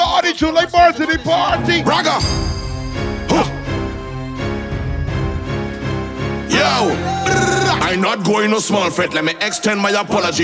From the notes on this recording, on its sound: LIVE AUDIO. Live at Mad & Bad - Sound Check.